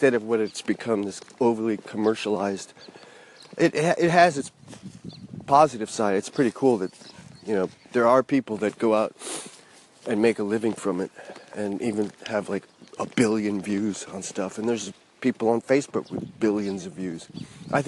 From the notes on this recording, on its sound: He first was recorded Friday afternoon just before sunset. Second segment I recorded this morning while walking my dog.